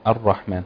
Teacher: فاللام الساكنه تقبل ادغام في الراء